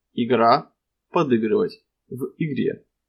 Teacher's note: изменение «и» в звук среднего ряда «ы» после твердых согласных фонем